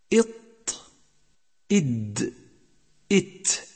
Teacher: وأصل الثنيتين ينقسم إلى 3 مواضع، فما يلي اللثة يخرج منه الطاء، ثم بعده باتجاه خارج الفم الدال، ثم بعده بنفس الجهة التاء. تسمى هذه الحروف 3 نطاعية، نسبة إلى نطاع سقف الحنك الأعلى، أي جلدة سقف الحنك الأعلى، وعلامتها أنها محززة فهي تخرج ملامسة له.